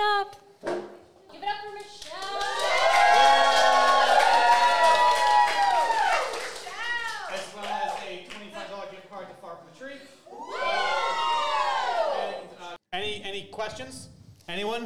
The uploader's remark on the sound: This week's episode was recorded LIVE at Far From the Tree in Salem. Thank you to our hosts and to all the listeners who joined us that evening. On their first live show. (while drinking Haunted Pepper Cider).